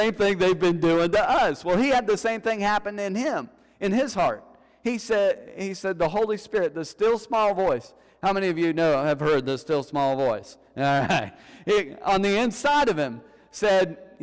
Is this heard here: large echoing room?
yes